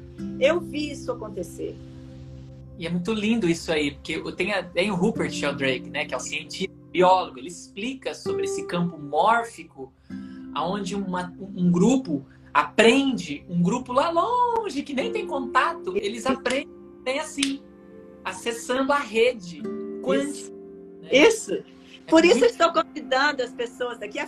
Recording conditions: video call